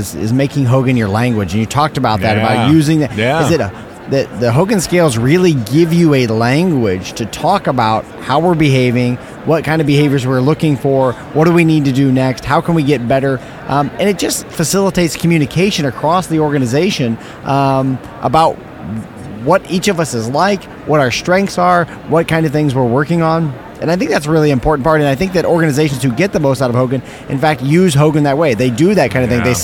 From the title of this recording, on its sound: Live from SIOP